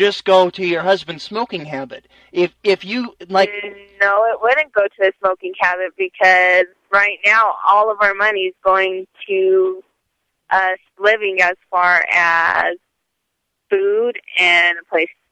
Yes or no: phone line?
yes